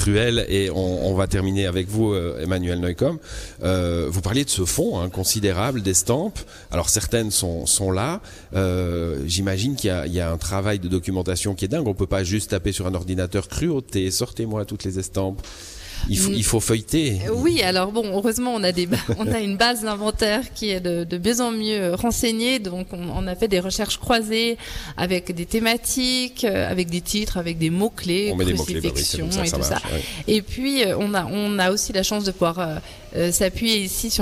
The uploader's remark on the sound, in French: Emission spéciale en direct du Musée Jenisch de Vevey